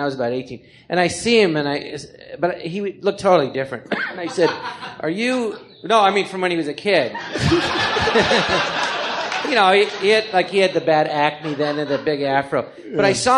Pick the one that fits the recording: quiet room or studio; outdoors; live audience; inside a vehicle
live audience